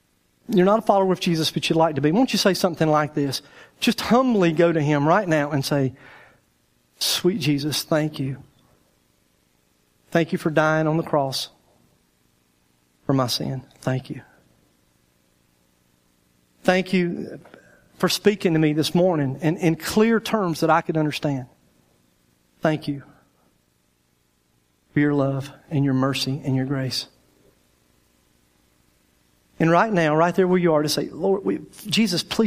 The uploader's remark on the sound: our speaker for the 2013 Spring Bible Conference at Day 3 Church.